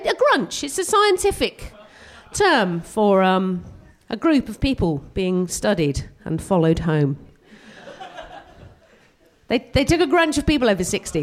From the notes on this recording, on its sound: We will be sharing tragedies we collected at the live show that took place on January 18th at the Hackney Attic. Performing some science based stand-up.